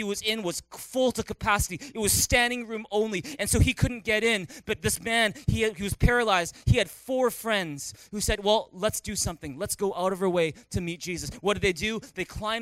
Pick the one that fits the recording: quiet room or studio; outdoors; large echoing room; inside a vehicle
large echoing room